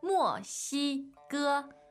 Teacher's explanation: fourth tone, first, first